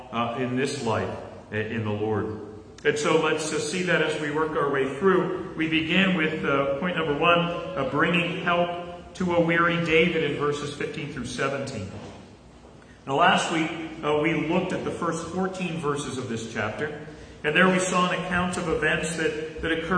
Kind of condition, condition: setting, large echoing room